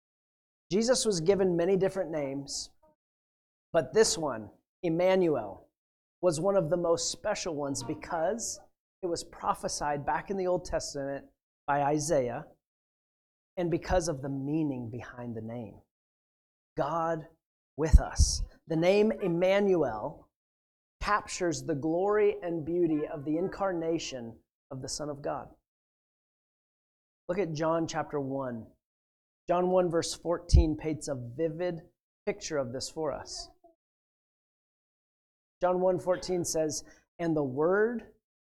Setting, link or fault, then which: setting, large echoing room